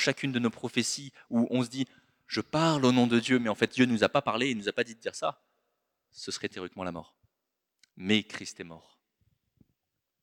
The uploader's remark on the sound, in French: Enregistré à l'église CVV, le 18/02/2024